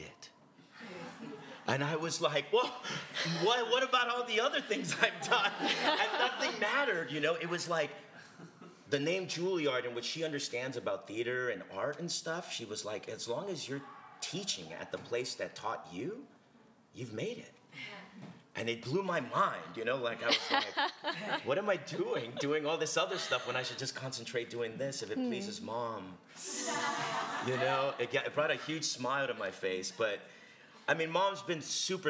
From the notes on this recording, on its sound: The 100th Episode Live Event (which occurred 11/19/17 in NYC).